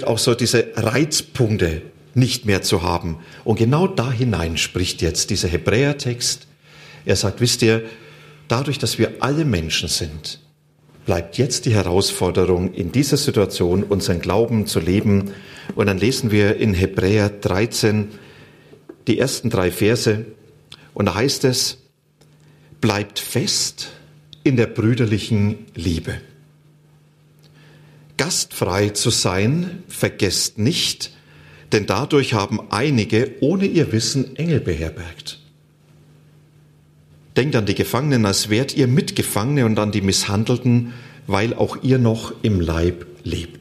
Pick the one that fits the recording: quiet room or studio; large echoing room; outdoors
large echoing room